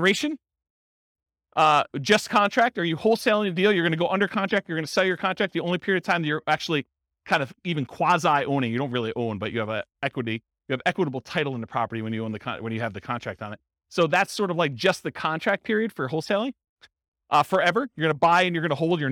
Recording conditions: live audience